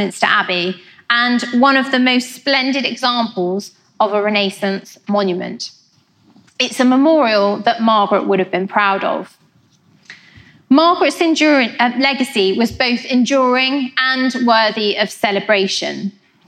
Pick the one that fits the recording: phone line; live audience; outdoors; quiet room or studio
live audience